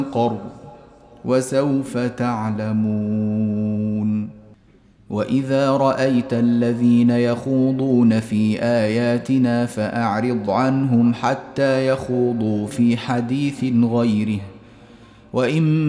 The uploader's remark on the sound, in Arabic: تسجيل مجمع من صلاة التراويح - مسجد السلام بجدة